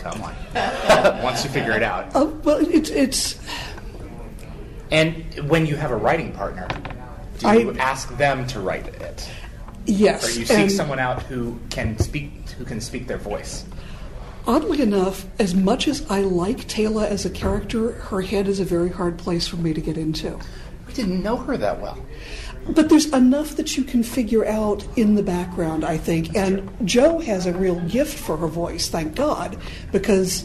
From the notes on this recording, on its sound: Take the podcast to a recent panel at TimeGate con in Atlanta.